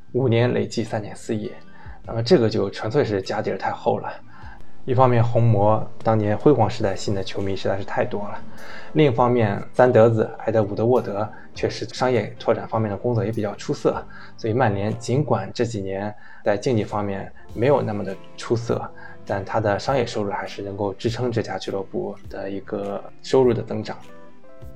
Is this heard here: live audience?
no